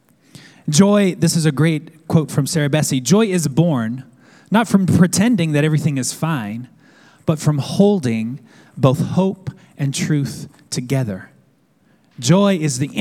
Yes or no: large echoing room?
yes